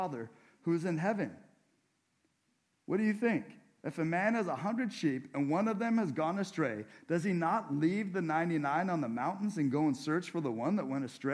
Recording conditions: large echoing room